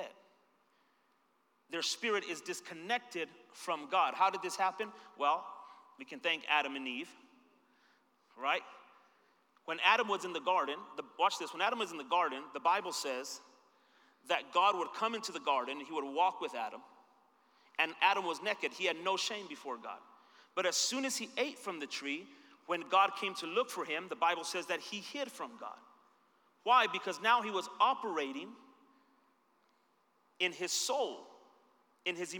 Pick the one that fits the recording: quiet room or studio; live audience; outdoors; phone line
live audience